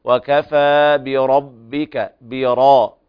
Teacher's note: الراء هنا مفخمة لجميع القراء حتى ورش، لأن الباء زائدة لا يرققها ورش أيضا، وكفى براء، براء انتقال من ترقيق إلى تفخيم يحتاج إلى تمرس.